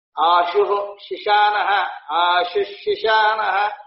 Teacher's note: So the Visargas are of multiple types, Panini explained, and like Obhava, Vivruti, Sha, Sha, and Sa. Visarga followed by Sha, that Visarga should be pronounced as Shi itself